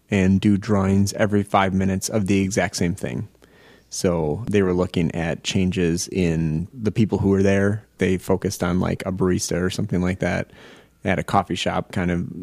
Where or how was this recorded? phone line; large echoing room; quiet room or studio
quiet room or studio